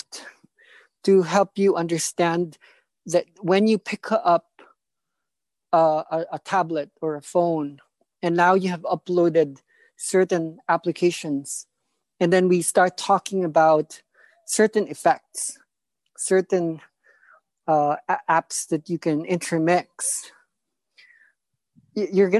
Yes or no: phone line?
no